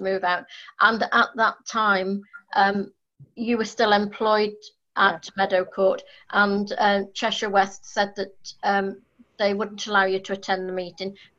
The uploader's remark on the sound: Audio recording of Frodsham Town Council's online extraordinary meeting